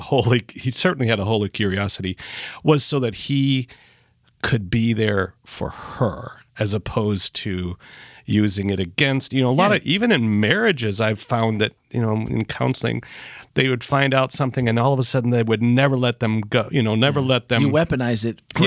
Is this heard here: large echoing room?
no